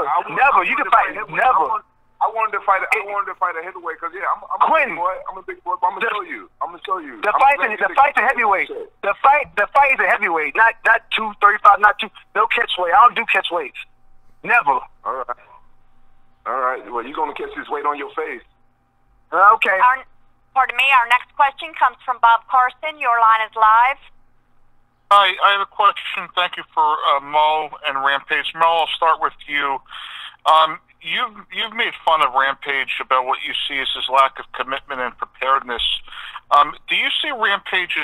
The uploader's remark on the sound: Media Conference Call